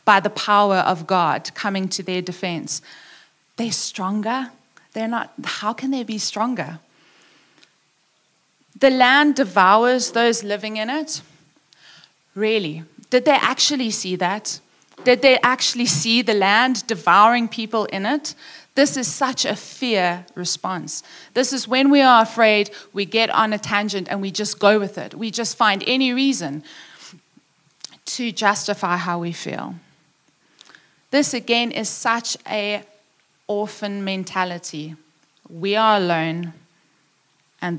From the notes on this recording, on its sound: Preached at Upper Room Church on the 12th of September 2021.